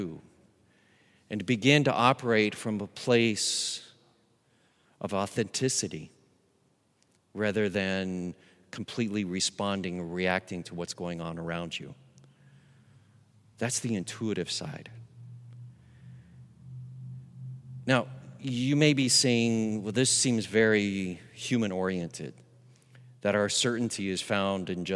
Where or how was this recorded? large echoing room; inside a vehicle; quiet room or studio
large echoing room